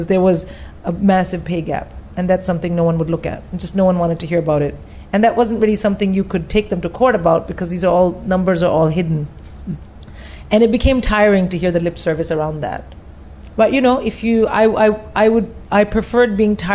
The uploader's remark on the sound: Live in front of a packed Soho Theatre.